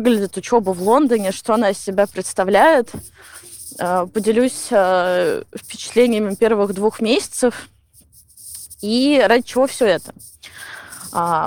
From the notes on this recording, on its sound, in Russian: Плохой звук, потому что я хожу по Гайд-парку.